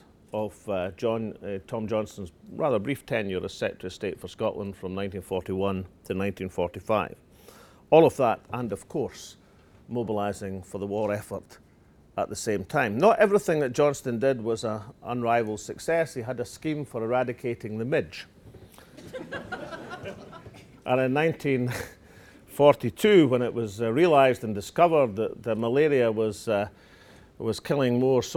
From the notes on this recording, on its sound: The First Minister delivered the inaugural Tom Johnston Lecture in Perth. He told the audience of industry executives attending the Scottish Renewables Hydropower Anniversary Dinner.